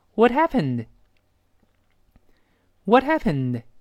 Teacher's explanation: 这个 h 前面是辅音，后面是元音，这个 h 一般就会被打穿了 · Term: H 没了